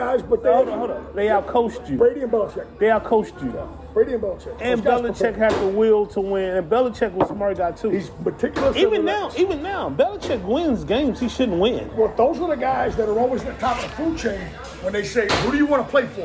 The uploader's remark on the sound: LIVE From The LOON. Are LIVE at The Loon every Monday at 7:00pm CST.